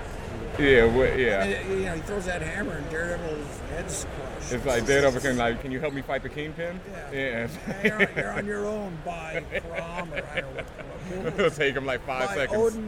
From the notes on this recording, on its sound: live at New York Comic Con 2013